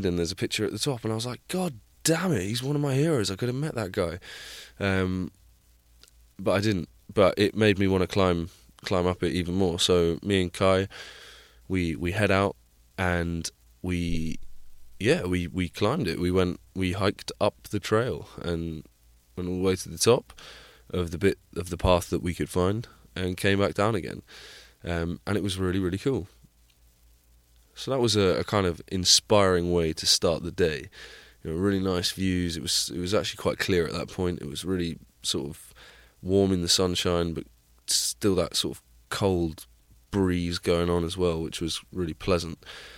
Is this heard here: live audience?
no